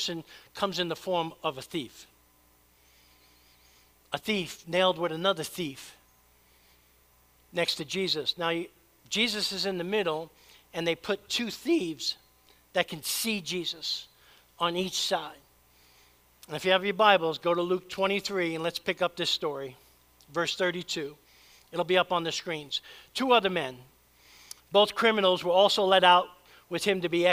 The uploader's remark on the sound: preached at Church of the Savior